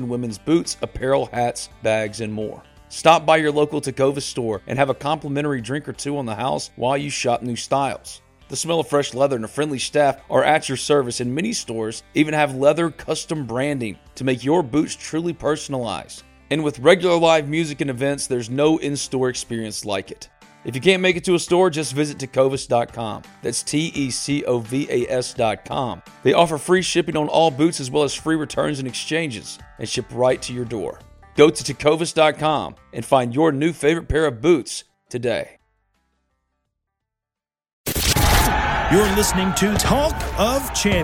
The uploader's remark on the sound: Joined on the Modern Woodmen phone line.